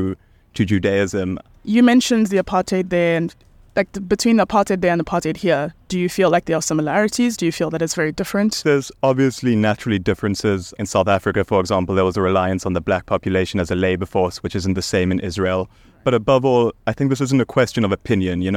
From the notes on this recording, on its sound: We also spoke to some Palestinian supporters outside parliament on the streets of Cape Town.